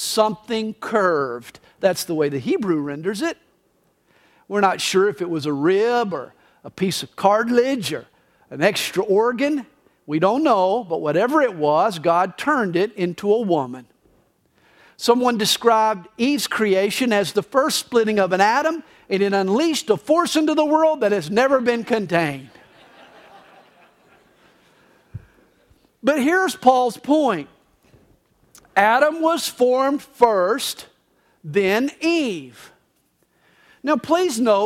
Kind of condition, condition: setting, live audience